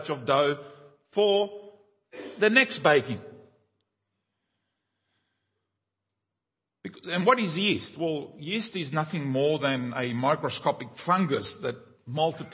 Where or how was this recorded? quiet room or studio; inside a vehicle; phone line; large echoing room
large echoing room